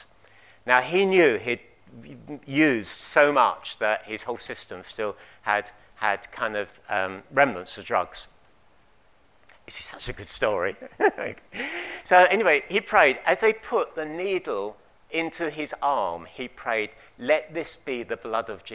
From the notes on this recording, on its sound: At King's Church, Cockermouth, as an audio file.